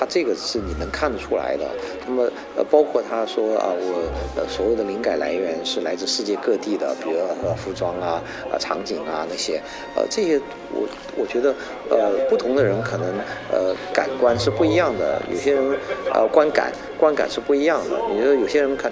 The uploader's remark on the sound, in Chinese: 我们在佛罗里达奥兰多的星战全球粉丝大会的现场